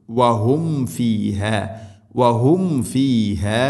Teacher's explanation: രണ്ട് ചുണ്ടുകൾ തമ്മിൽ തട്ടിച്ച് മീമിനെ പൂർണ്ണമാക്കി ഉച്ചരിക്കണം · Term: സാകിന മീം